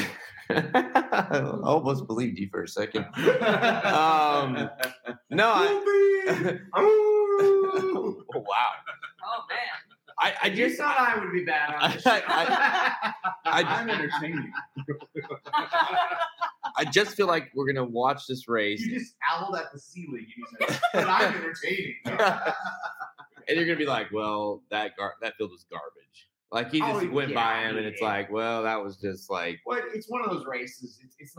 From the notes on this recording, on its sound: Live from Santa Anita Park for the 40th annual Breeders’ Cup World Championships. Full Livestream Replay.